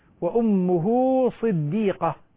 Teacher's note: لكن وأمه صديقة صاد مكسورة ليست مشددة